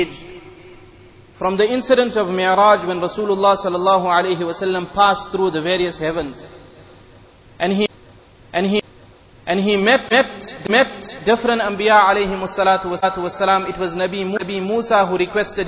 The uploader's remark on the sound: Jumuah lecture at Masjid e Noor